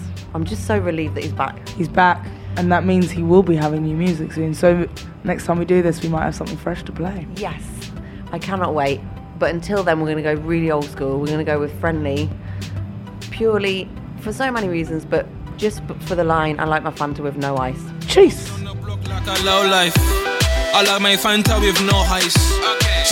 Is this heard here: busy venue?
yes